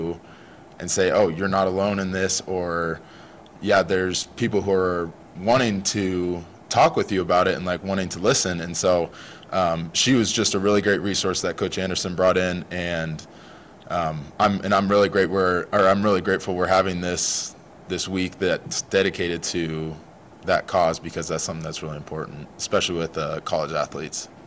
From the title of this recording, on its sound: press conference